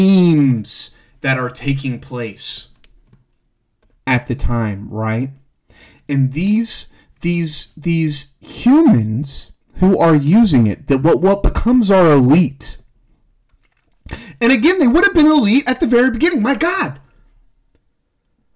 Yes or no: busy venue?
no